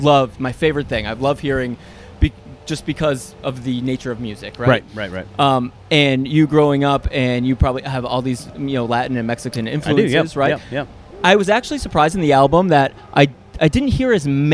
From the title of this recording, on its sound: LIVE AT COUNTRY THUNDER